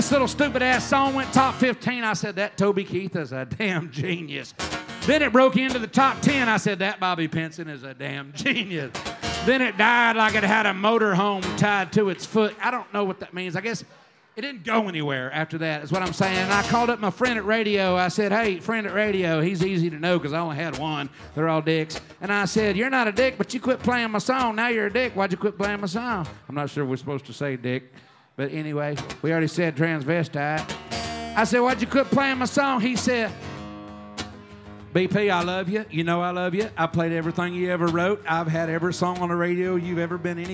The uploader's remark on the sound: Rounds At Live Oak In Nashville (Round 5)